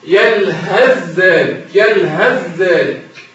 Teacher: الثاء مع الذال بمعنى لو لقيت أي ثاء ساكنة في القرآن بعدها ذال متحركة الحكم إضغام، أي إضغام الثاء في الذال، تضغم الثاء في الذال، تدخل الثاء في الذال، يعني مفيش ثاء. مثاله يلهث ذلك، يلهث ذلك، يلهث آخرها ثاء، ذلك أولها ذلك.